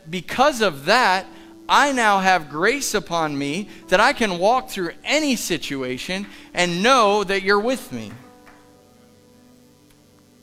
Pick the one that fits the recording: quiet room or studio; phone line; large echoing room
large echoing room